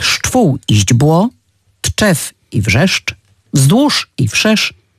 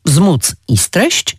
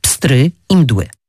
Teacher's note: W ich wymowie słyszymy tylko jedną samogłoskę. Reszta to spółgłoski i tych spółgłosek jest kilkakrotnie więcej. Tworzą one grupy spółgłoskowe dość trudne do wymówienia.